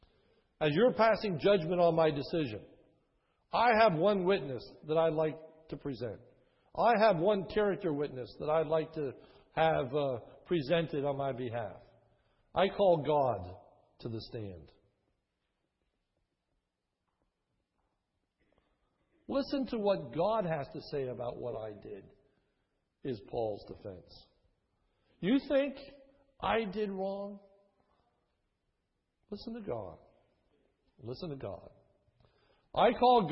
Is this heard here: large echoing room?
yes